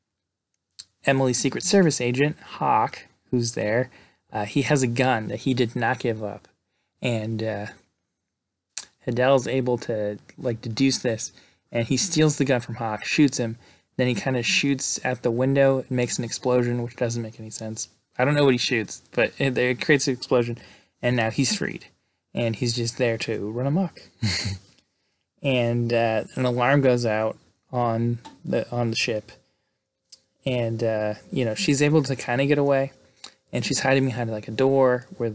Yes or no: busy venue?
no